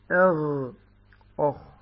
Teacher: أدنى الحلق يخرج الغين والخاء، هذا أدنى الحلق، أخ هكذا.